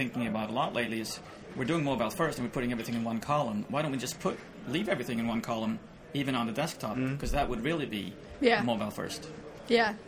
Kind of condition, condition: setting, busy venue